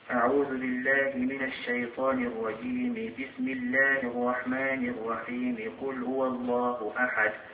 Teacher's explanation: الوجه الأول يسمى بوصل الجميع، يعني يوصل الاستعادة بالبسملة ويوصل البسملة بالسورة